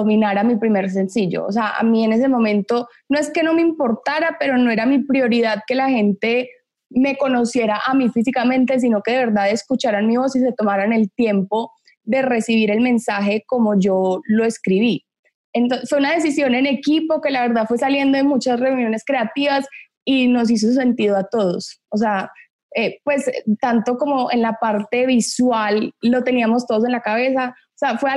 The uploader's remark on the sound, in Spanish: Conversa vía Zoom.